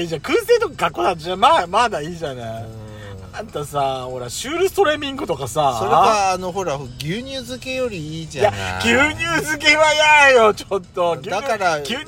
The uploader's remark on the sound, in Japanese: パーキング収録